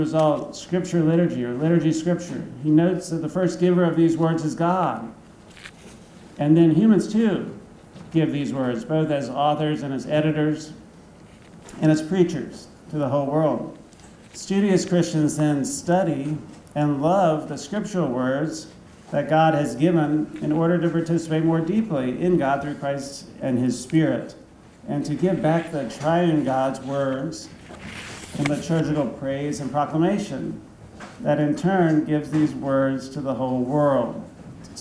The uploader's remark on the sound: Thomas Aquinas Lecture at Christendom College.